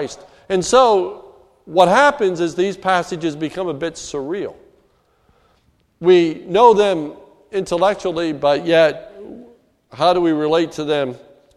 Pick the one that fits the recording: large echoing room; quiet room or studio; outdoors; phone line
large echoing room